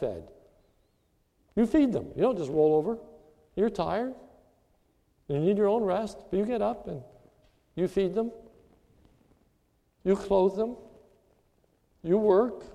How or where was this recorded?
large echoing room